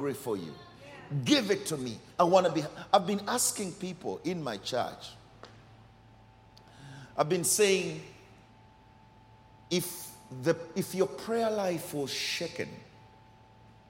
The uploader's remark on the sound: Recorded during our 9am service